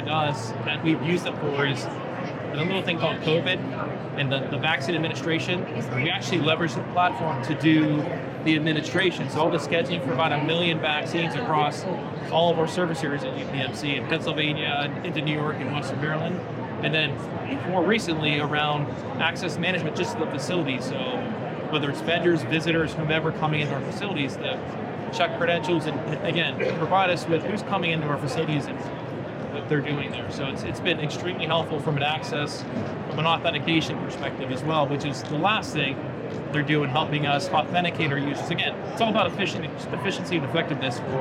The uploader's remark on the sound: Interview in Action live from HIMSS 2023